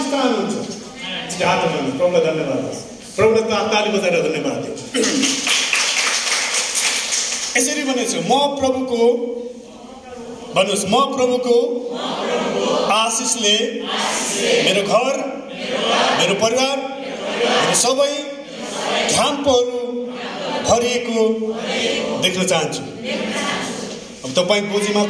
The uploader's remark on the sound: sermon preached in sgnc service